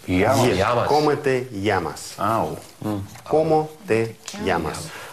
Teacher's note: Ой, «телла». Вот это двойное «л», оно, как правило, читается просто как русский «и» краткое.